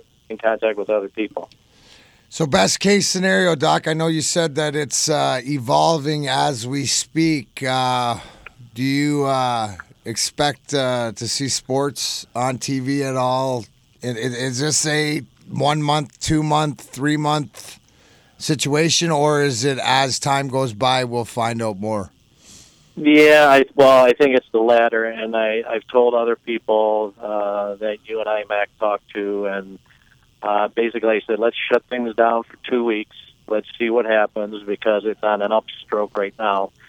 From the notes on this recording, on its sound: joined on the phone